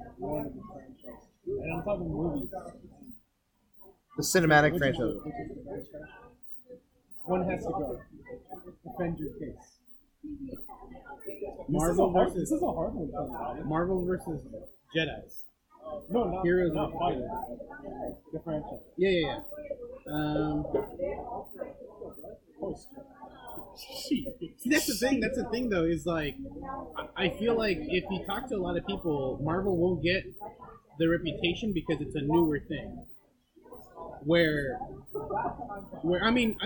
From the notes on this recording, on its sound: apologies for the audio quality, couldn't fix it in post and we just had to work thru it.